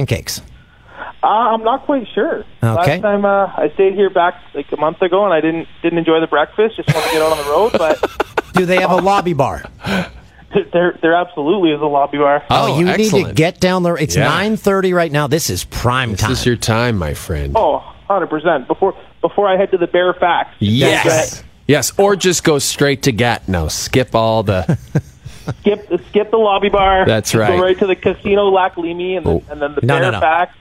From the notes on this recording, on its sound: The pod listeners CALL IN!